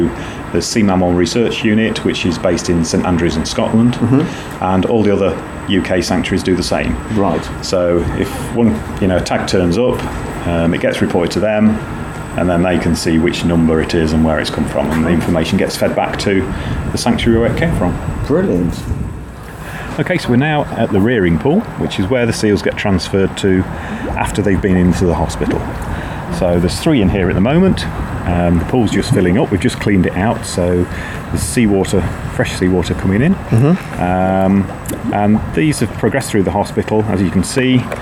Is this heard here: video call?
no